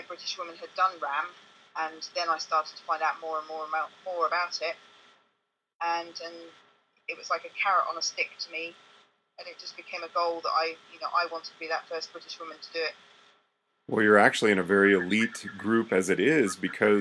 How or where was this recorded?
phone line